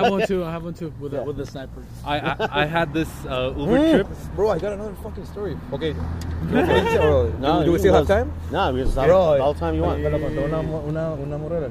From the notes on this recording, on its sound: I had my digital recorder with me. We recorded this in the Tower Bar parking lot.